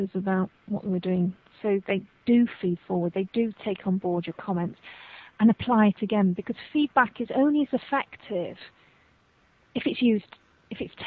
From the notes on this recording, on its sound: This interview was conducted during a Skype phone conversation.